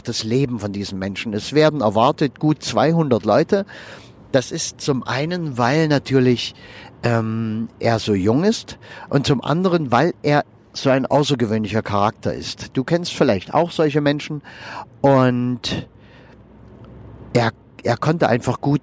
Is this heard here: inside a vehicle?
yes